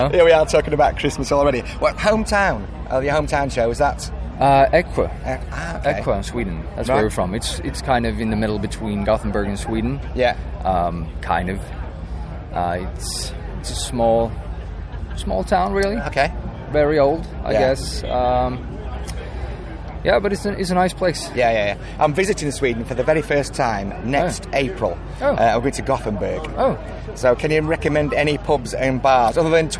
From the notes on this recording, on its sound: ahaead of the set on the Sophie Lancaster stage at this years Bloodstock festival 2022